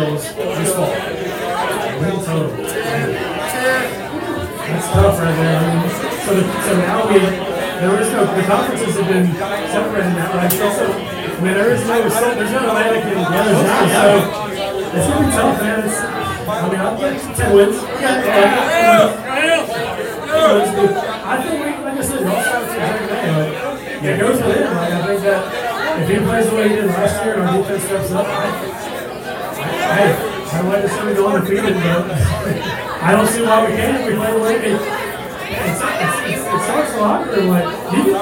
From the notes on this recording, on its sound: BROADCAST LIVE from WRIGHTSVILLE BEACH and JIMMY'S. The NORTH CAROLINA SPORTS NETWORK and NC PORK present the OLD NORTH STATE TAILGATE & Traveling Sports Circus.